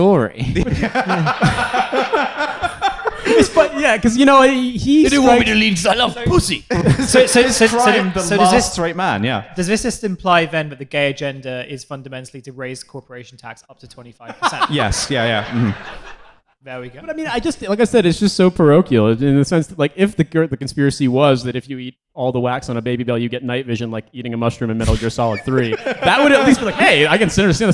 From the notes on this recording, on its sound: LIVE at Between The Bridges